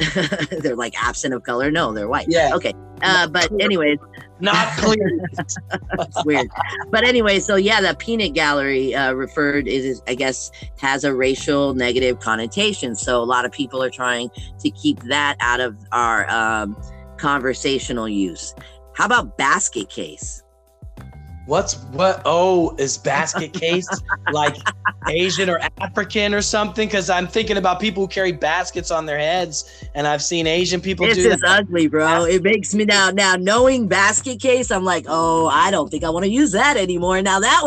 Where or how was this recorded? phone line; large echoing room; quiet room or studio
phone line